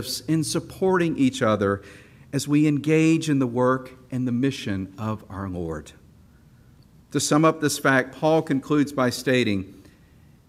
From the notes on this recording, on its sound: This special episode of the Our Savior Speaks podcast was recorded at the Evening Prayer service held at Our Savior Episcopal Church during the 202nd Convention of the Episcopal Diocese of Georgia.